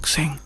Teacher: आपकी आवाज हल्की हो जाती है, हवादार